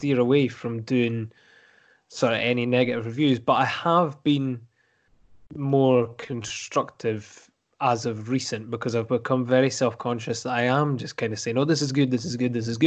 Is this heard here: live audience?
no